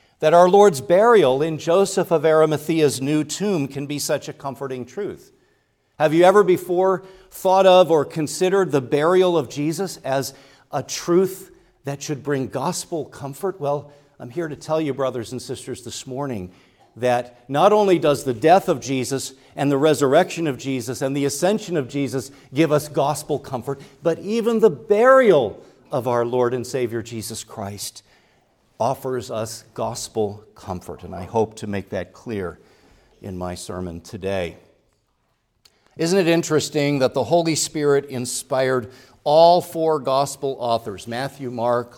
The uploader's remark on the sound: preached at Grace Orthodox Presbyterian Church in Sewickley, PA, during the morning Worship Service